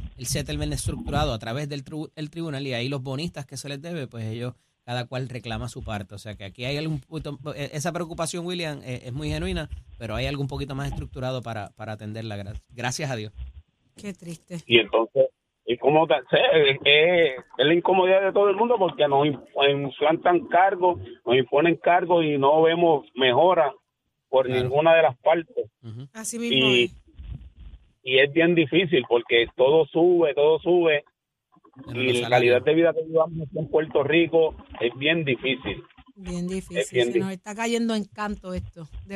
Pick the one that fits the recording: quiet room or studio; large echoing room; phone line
phone line